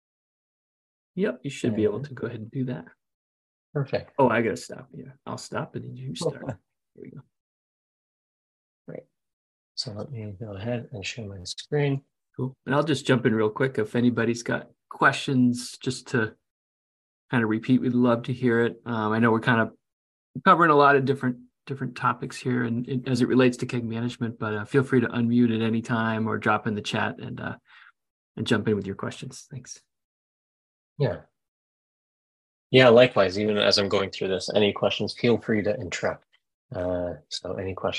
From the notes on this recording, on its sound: You'll hear the audio version of our webinar with ….